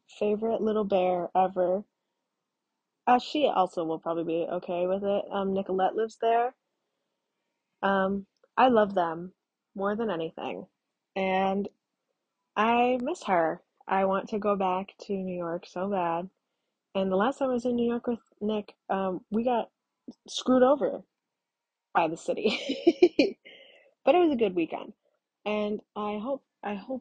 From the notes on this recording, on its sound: Please be gentle about my amazing audio quality and nervousness.